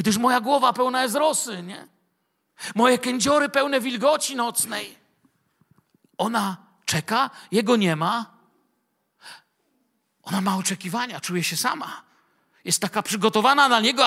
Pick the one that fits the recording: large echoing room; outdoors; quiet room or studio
large echoing room